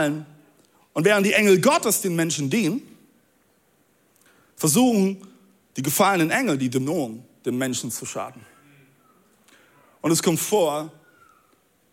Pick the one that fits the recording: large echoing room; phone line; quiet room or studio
large echoing room